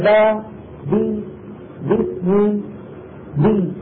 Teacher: الباء طلعت بتباعد الشفتين عن بعض